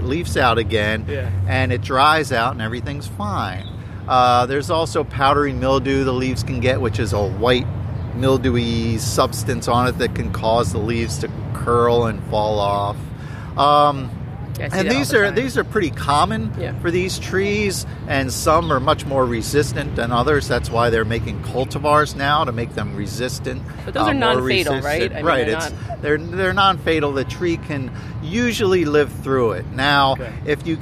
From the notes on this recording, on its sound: Recording outside on the Benjamin Franklin Parkway